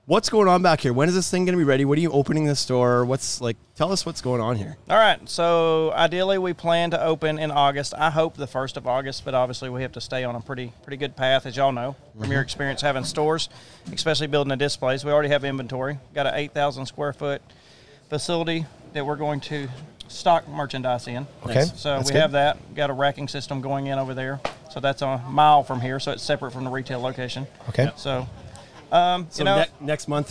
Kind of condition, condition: setting, busy venue